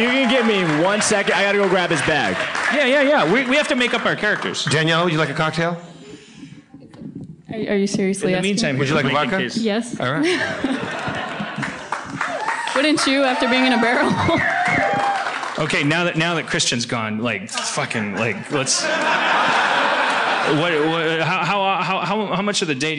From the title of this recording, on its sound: LIVE From SF Sketchfest 2017